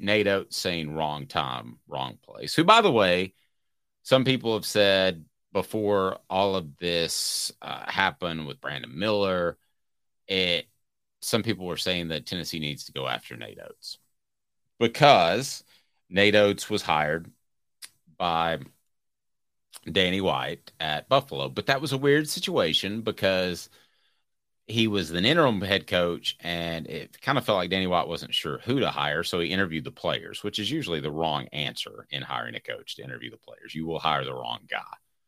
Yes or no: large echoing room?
no